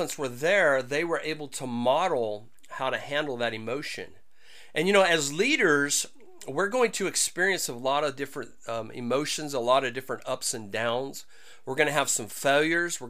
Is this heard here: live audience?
no